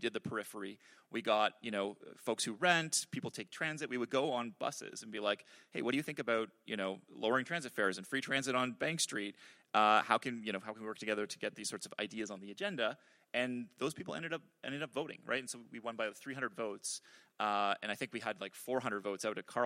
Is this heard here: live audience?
yes